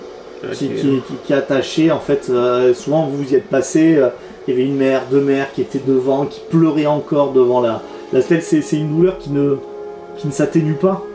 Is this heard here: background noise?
yes